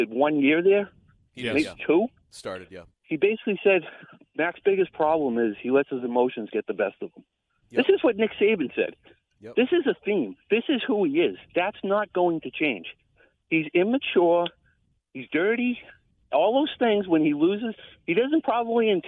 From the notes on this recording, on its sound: take your calls texts and tweets live on the air